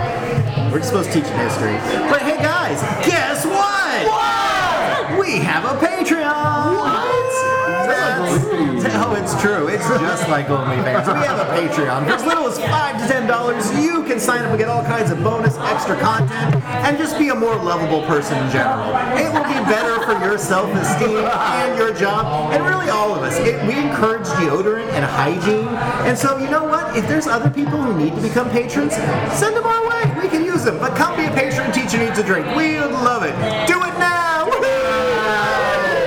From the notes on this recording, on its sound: Live at State & Ale. Chatting it up in a bar!